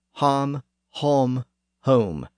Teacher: the sound was raised even further in the back of the mouth, from aw to o